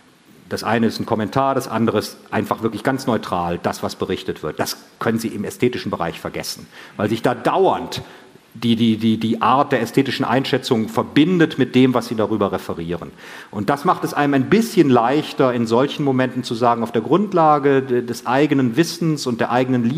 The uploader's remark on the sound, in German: Hatten zudem die seltene Gelegenheit, auch ein Live-Publikum zu Wort kommen zu lassen. Auf dem Podcast-Festival auf dem F.A.Z.-Kongress "Zwischen den Zeilen".